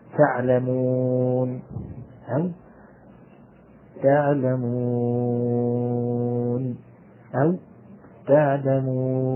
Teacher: حركتان أو أربع أو ست حركات، وهذا يحدث في العارض للسكون سواء كانت هذا حرف مد أو حرف لين